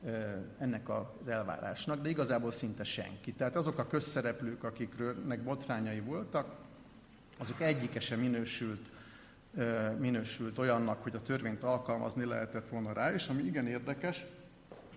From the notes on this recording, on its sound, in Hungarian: Az Eötvös Csoport és a Társadalmi Reflexió Intézet 2018. Január 17-i "Múltfeldolgozás, ügynökügyek, emlékezetpolitika" című rendezvényének felvétele.